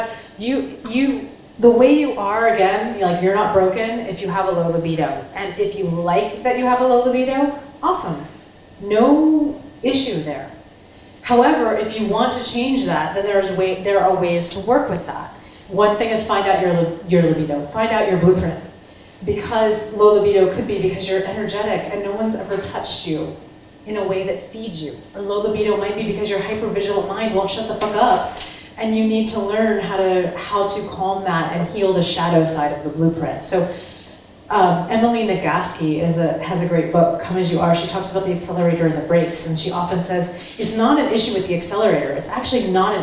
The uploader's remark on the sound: Recorded in front of a live studio audience. At the Bulletproof Coffee Shop in Downtown LA at the 5th Annual Bulletproof Biohackers Conference Kickoff party.